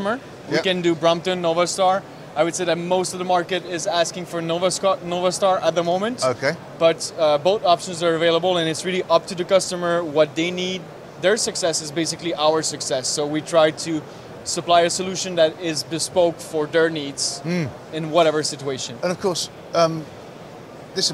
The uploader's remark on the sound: At IBC 2022 we speak